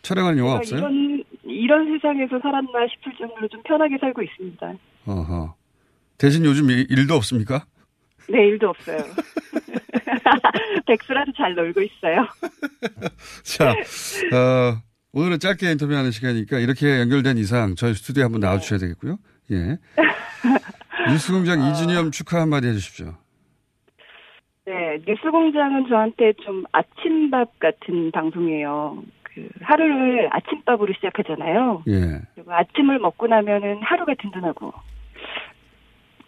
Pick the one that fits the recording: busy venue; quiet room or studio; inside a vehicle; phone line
phone line